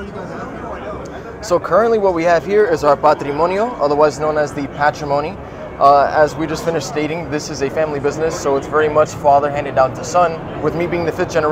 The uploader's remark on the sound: Live interview from the Intercontinental Hotel in Doral Florida